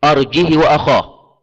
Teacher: بدون همزة مع كسر الهاء وقصرها